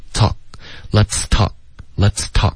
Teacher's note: Let's 的这个词一定要爆破,talk,结尾的科要有一个干脆的停顿